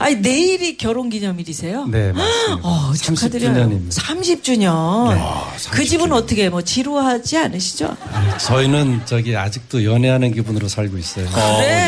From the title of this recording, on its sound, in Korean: 4부 연말특집 공개방송 토닥토닥 2016 콘서트